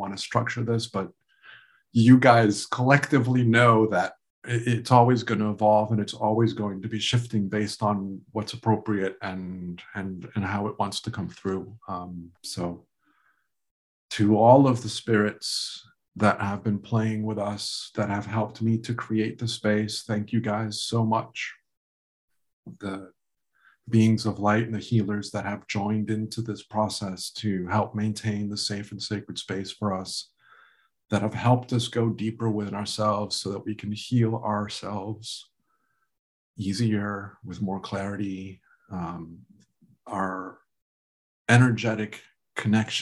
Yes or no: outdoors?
no